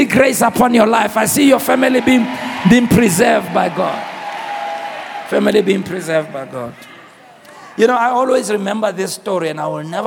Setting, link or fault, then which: setting, large echoing room